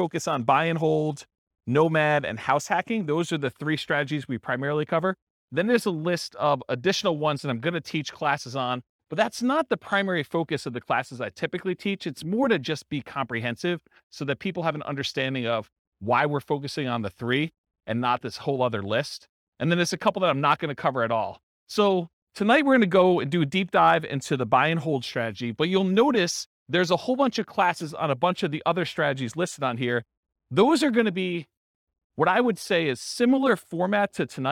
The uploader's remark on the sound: This was a live class recorded